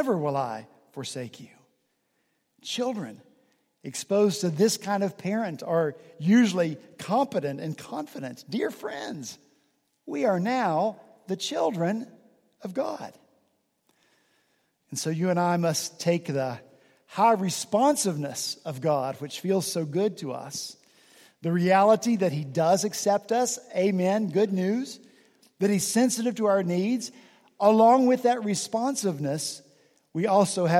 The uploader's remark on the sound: this past Sunday, November 5 at Redeemer Presbyterian Church in Charleston, SC